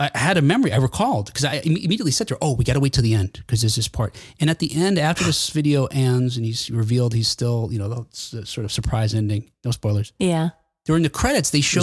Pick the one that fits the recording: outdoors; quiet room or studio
quiet room or studio